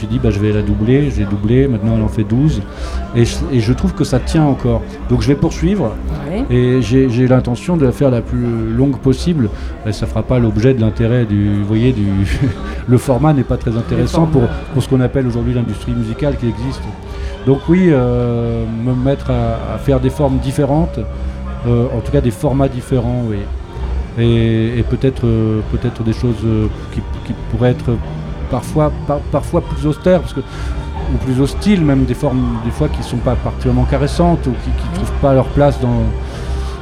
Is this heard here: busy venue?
yes